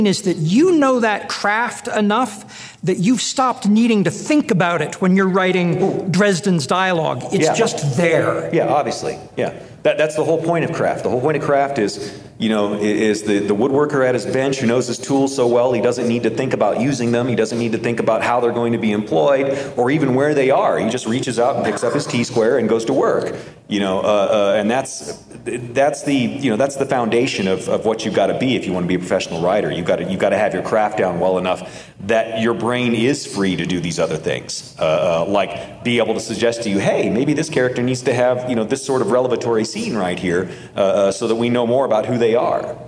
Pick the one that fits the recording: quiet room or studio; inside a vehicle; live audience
live audience